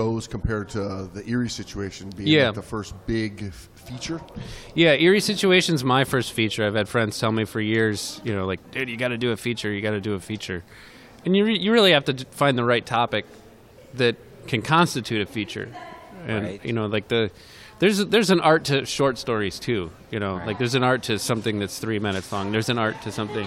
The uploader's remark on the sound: live from the 2023 Thunder Bay International Film Festival